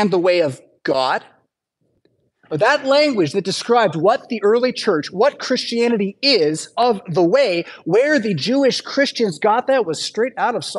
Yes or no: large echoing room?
yes